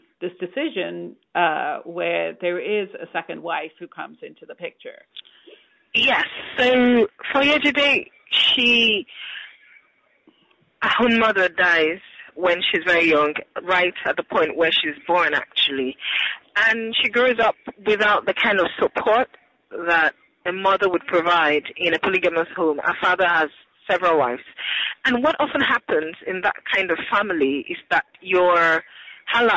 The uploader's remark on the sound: joins me on the phone from Lagos, Nigeria